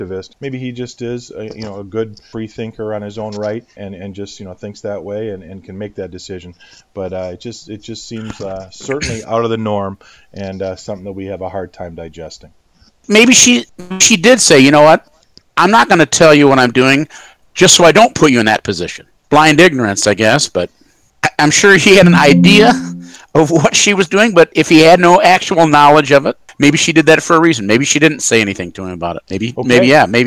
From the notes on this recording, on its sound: Apologies for the sound level differences and intermittent crackle